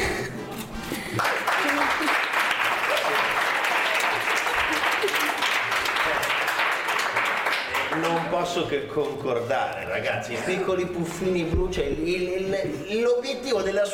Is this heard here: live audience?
yes